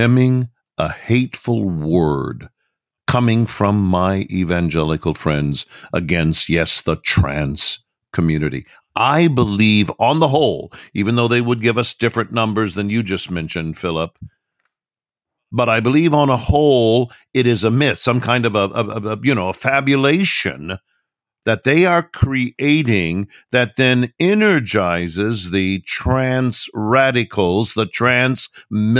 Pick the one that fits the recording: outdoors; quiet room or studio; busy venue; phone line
quiet room or studio